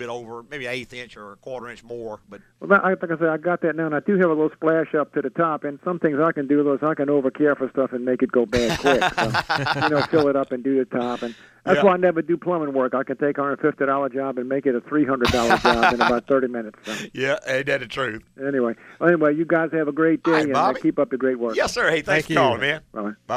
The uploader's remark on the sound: answer calls from listeners in the last live show of 2012